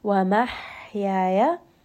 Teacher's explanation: Ha is going to be from the middle of the throat, and you are going to feel a little bit of constriction towards that middle part of your throat to give it that proper sound of ha. And then ha also has the attribute of hams, meaning that there is going to be a little bit of extra air as we say this letter.